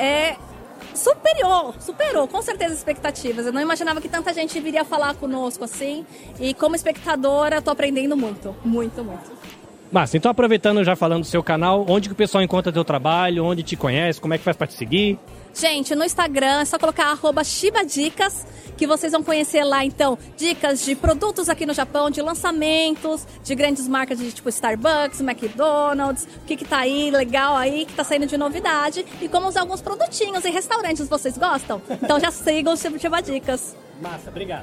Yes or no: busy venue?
yes